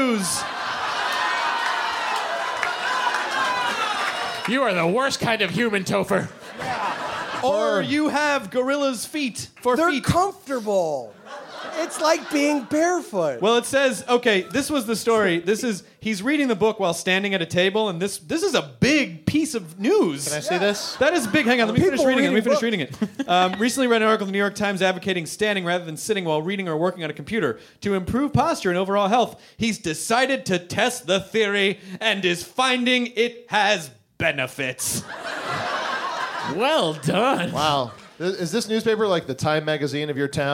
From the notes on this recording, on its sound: Live in Northampton, Massachusetts at the intimate and legendary "Iron Horse"!